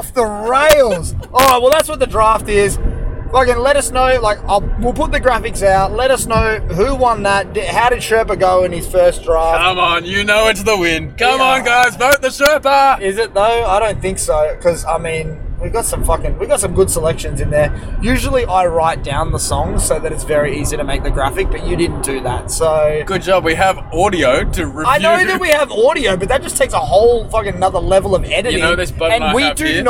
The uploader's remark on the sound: Recording live from the Car.